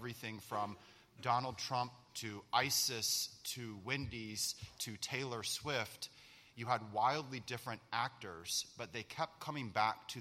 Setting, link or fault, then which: setting, live audience